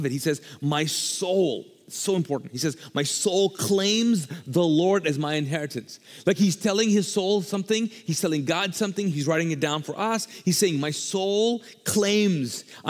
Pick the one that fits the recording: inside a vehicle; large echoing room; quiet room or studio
large echoing room